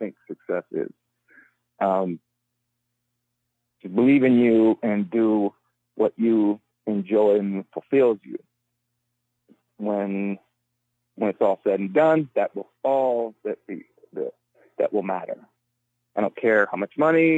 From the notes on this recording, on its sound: Phone interview.